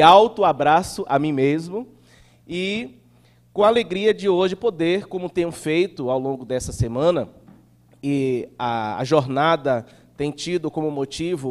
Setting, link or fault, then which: setting, large echoing room